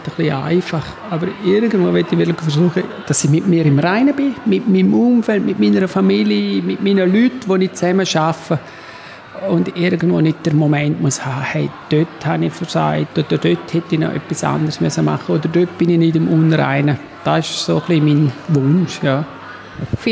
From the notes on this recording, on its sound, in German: Campus Radio Liechtenstein war live bei der Eröffnung der Wanderausstellung zum Thema "Leben und Lebensende" auf dem Peter-Kaiser-Platz dabei.